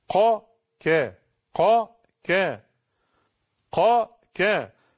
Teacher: القاف تخرج من أقصى اللسان مع ما يحاذيه من المنطقة الرخوة من الحنك الأعلى، أما الكاف عدي بقى ناحية الشمال تخرج من أقصى اللسان أسفل من القاف قليلا